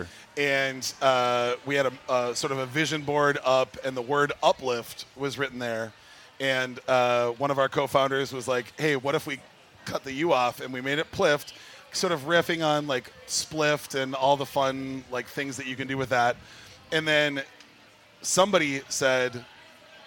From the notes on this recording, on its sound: live at the MN State Fair